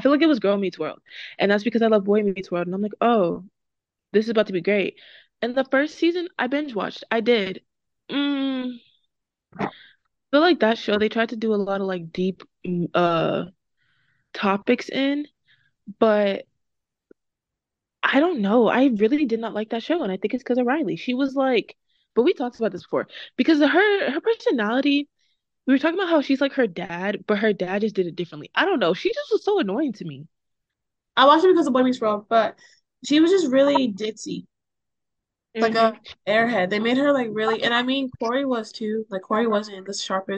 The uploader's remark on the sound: We're remote again this episode so if it sounds weird bear with us